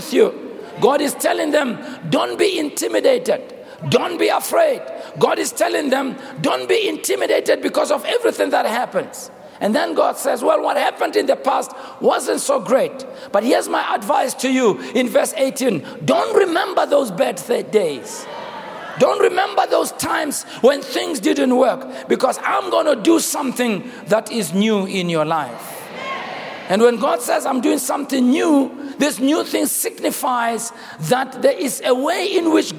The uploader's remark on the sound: preached on the 03rd of October, 2023 at our Annual Homecoming Conference, Word Explosion 2023